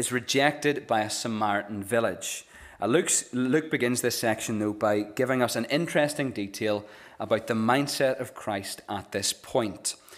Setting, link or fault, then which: setting, large echoing room